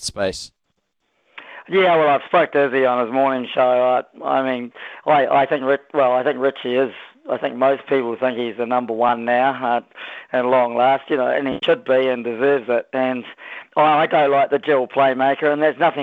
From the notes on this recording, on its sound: hits the phone and text lines